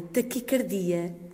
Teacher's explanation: a palavra é grave, taquicardia, com a tónica na sílaba di, e pronuncia-se assim, deste modo, devido à origem da palavra.